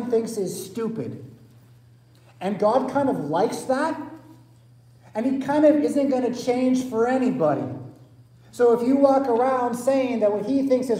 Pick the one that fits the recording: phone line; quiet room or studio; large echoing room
large echoing room